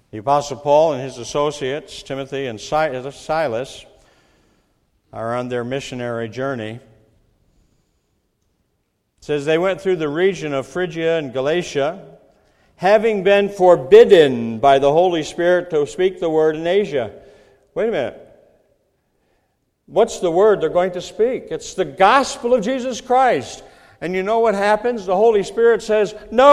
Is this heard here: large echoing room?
yes